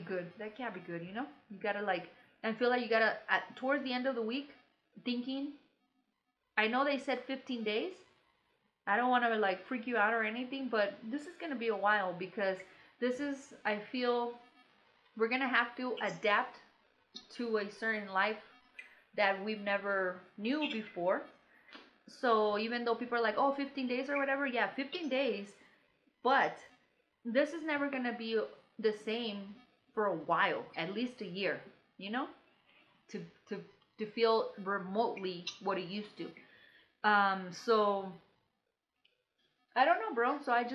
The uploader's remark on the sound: We are doing the best we can with social distancing, sounds not the best, situation is not the greatest, we will figure this out.